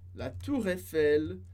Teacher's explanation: Aqui a gente faz a liaison com o som de R.